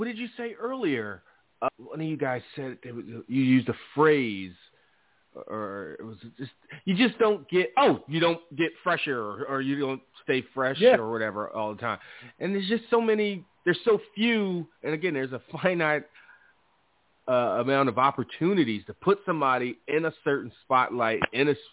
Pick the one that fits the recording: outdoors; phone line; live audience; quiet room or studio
phone line